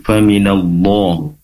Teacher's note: Allah di sini kan tebal, lafzul jalalahnya tebal lamnya karena berharokat fathah. Pastikan keluarnya itu dari keluarnya huruf lam ya, karena huruf lam itu berasal dari tepi lidah, bagian dari busur lidah nempel ke langit-langit.